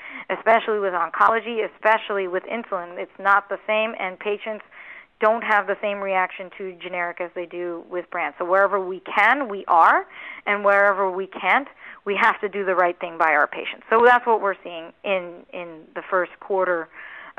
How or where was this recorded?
phone line